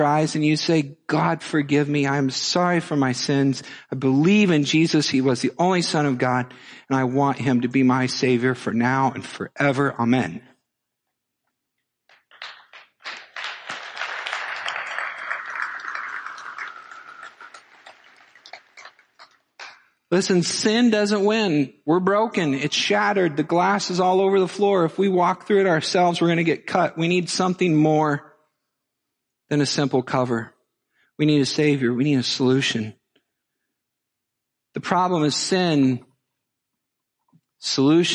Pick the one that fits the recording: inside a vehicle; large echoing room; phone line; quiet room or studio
large echoing room